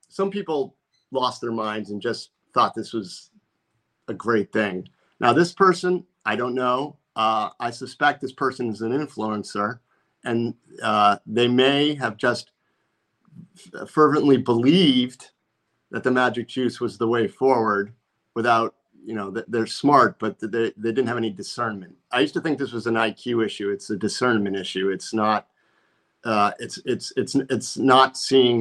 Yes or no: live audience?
no